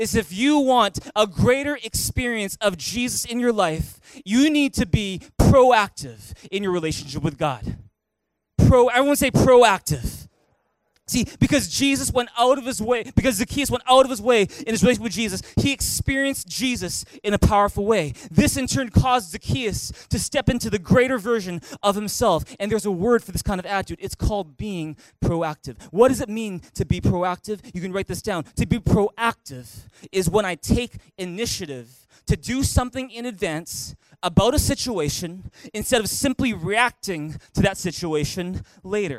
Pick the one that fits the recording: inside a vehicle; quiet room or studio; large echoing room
large echoing room